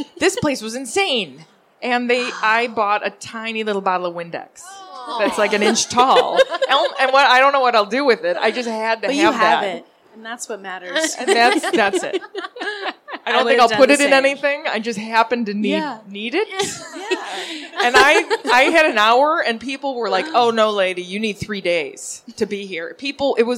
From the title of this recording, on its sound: Live at SOFA Chicago